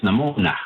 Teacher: And in the N dialect is namona, with an N instead of the Y or the TH in there.